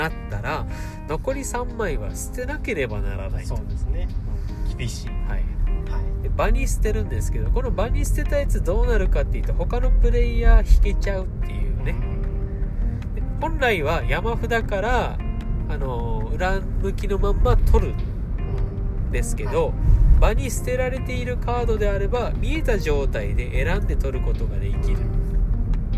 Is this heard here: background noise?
yes